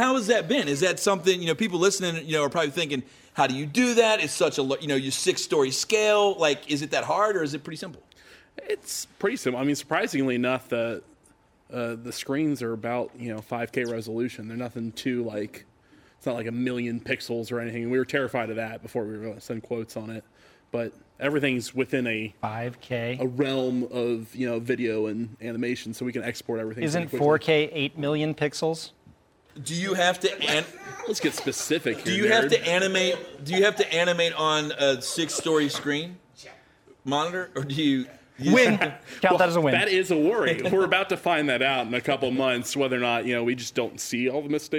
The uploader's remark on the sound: In front of a live audience. Bring on members of the audience.